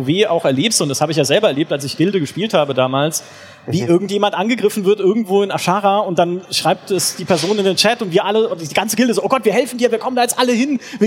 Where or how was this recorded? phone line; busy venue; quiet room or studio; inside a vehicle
busy venue